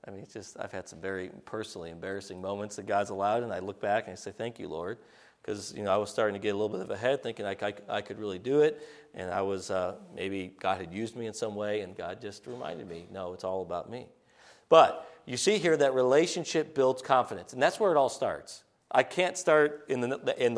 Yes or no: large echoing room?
yes